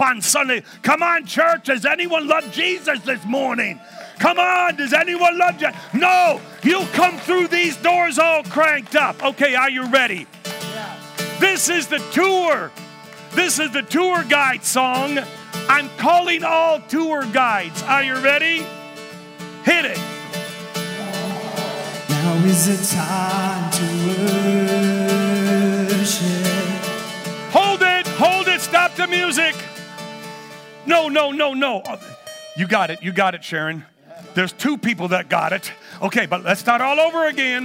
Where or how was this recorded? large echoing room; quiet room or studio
large echoing room